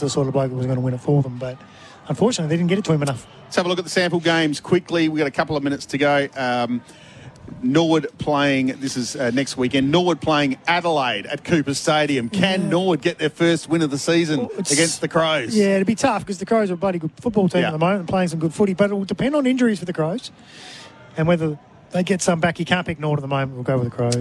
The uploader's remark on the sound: All the action live from Adelaide Oval for SEN.